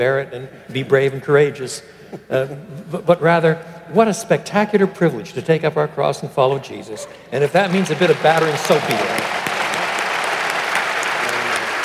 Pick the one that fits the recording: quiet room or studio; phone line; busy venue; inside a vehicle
busy venue